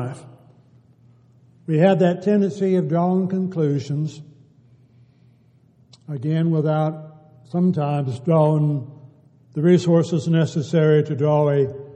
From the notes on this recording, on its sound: Downtown Church Of Christ Audio Sermon.